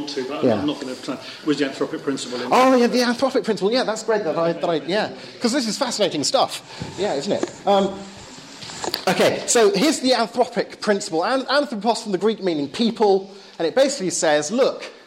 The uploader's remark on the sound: Lecture and Q&A at Bryanston School's Philosophy Society.